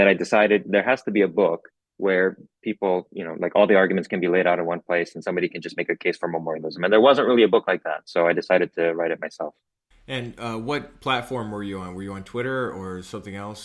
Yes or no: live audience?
no